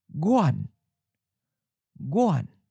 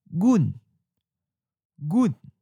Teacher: in northern and central Taiwan, guan is usually pronounced as gun · Shown in: second take